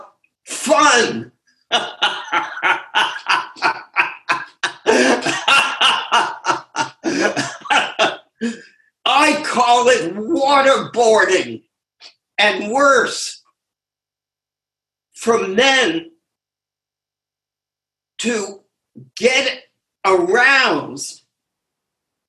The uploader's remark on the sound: Took us on a zoom journey.